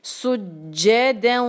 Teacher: پڑھیں گے سج آگے جو ہے دال پہ ہے دو فتحہ آگے آ رہا ہے واو ادغام بدغنہ تو اس کو ہم دو حرکہ کھینچیں گے سجدوں اب اس میں یاد رہے کہ اس کی مقدار دو